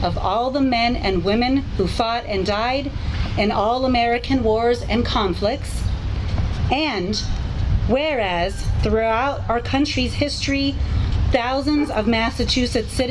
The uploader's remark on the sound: The Town of Franklin Memorial Day ceremony held on the Town Common at the end of the parade. The day was gloriously sunny, with a gentle breeze.